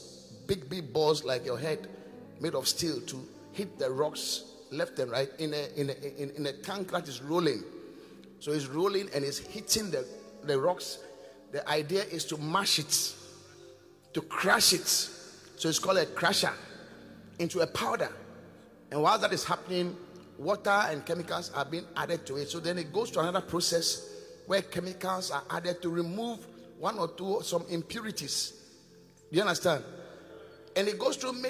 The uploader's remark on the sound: Preached at The Qodesh